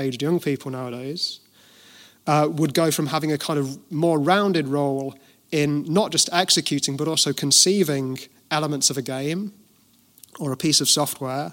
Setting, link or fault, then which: setting, large echoing room